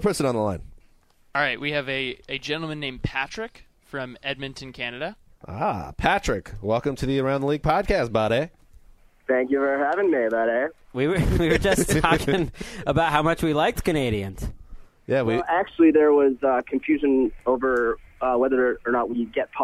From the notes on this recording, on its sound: fields some phone calls from ATL Nation